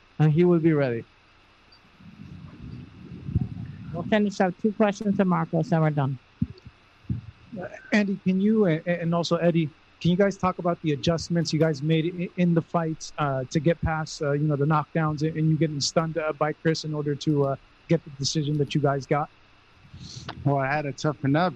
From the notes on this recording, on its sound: Post Fight Press Conference. In Carson, California.